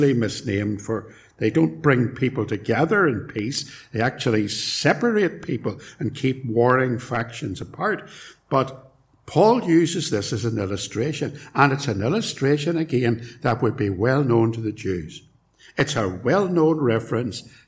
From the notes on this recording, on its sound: It was recorded at Templepatrick